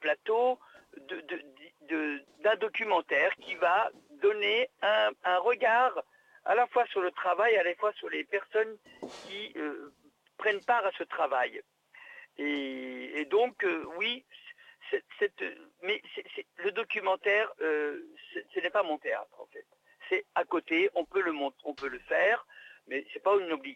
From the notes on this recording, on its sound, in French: nous avons le plaisir d’échanger, par téléphone